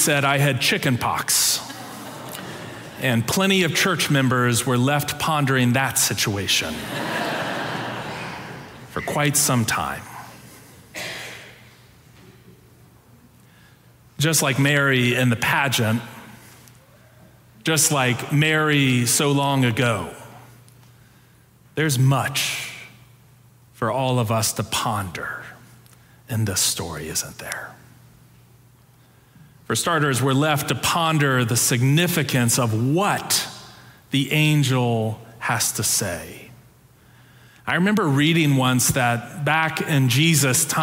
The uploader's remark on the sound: Preached on December 18, 2022, in our Sanctuary worship service.